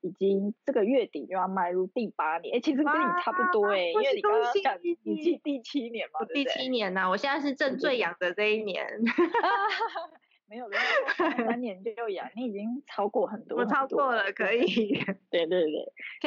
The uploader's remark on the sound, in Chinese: 這次是我第一次嘗試遠端視訊防疫採訪。人在南部。昨天下午的爆雨導致網路不太穩定，讓我一直很在意錄音品質，一直無法完美同步，Lag變成有點搶話的狀況。